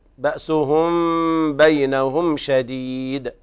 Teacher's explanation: وقف على الدال مع القلقلة. بأسهم بينهم السين عليها ضمة، انتبه.